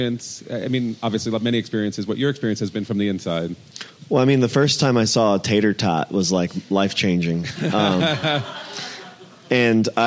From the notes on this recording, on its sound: At Slow Food Nations 2017. Share their experiences with the audience.